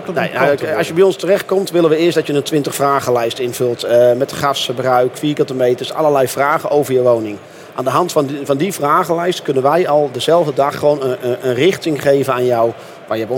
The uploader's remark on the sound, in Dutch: opgenomen op de VSK